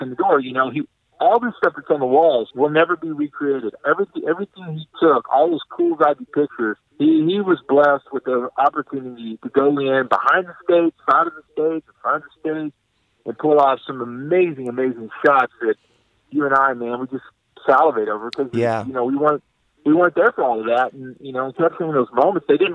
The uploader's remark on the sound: picks up the phone and calls his good friend